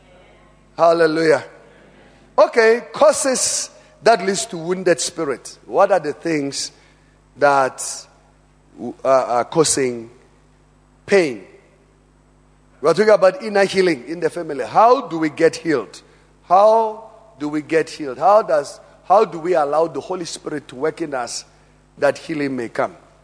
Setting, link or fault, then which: setting, large echoing room